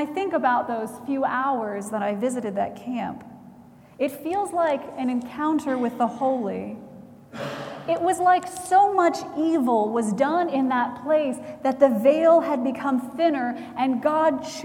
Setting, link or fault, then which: setting, large echoing room